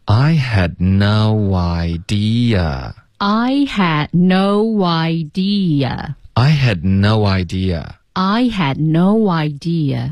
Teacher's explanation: idea 结尾的啊，千万不要加儿化音